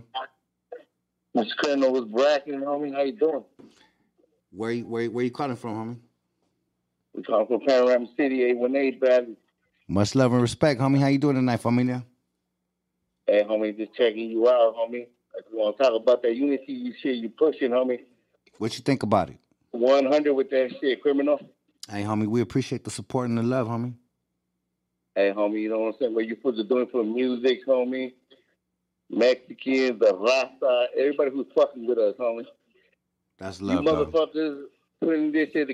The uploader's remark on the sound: taking phone calls